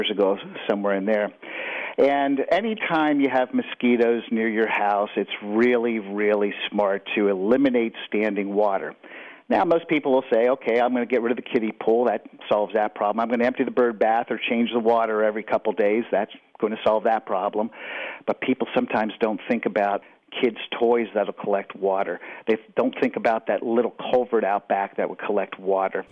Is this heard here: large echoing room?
no